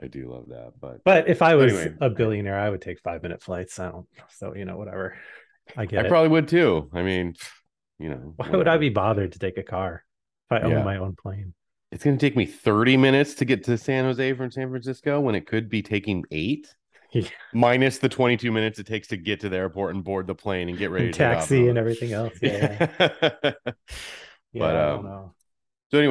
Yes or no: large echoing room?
no